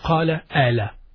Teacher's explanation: So the qaf, they pronounce it as a.